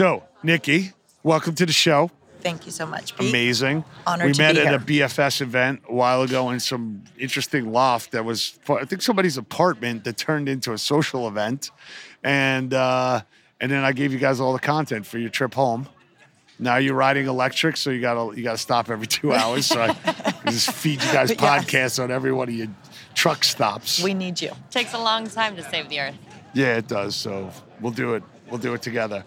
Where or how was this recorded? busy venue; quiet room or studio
busy venue